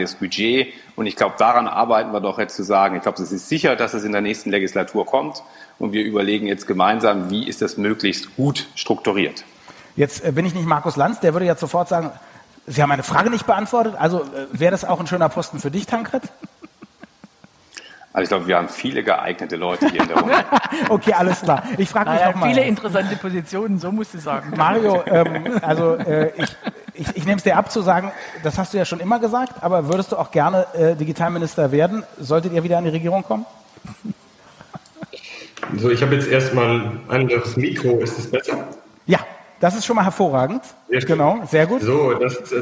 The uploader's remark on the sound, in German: Die Audio-Aufnahme ist ein Mitschnitt des Polit-Panels des Data-Summit 2020